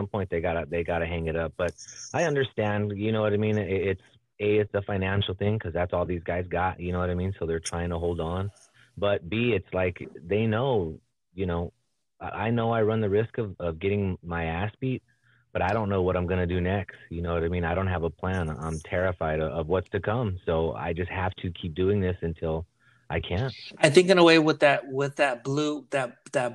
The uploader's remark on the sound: phone interview